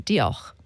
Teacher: With a little bit of a guttural h at the end.